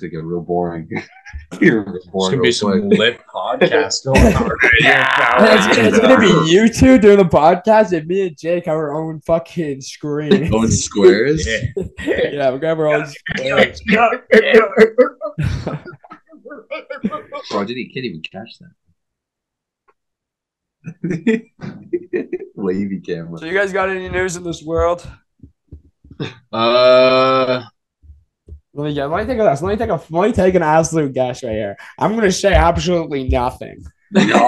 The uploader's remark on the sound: Back on zoom for this week.